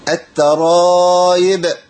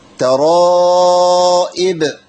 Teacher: لازم تحقق الهمزه مع الكسره بتاعتها · Shown in: second take · Term: الهمزه المكسوره